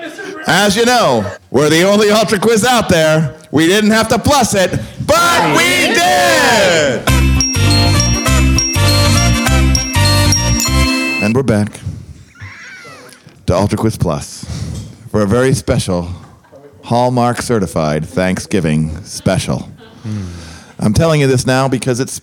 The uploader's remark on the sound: A rollicking quiz recorded live at Craft Brew Underground on 34 Court St in Auburn Me.